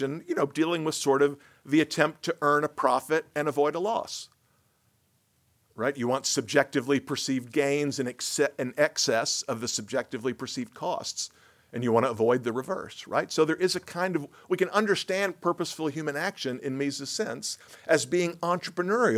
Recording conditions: large echoing room